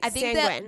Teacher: the emphasis was on the first syllable